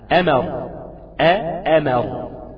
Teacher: ألف مرققة أو همزة مرققة وميم مرققة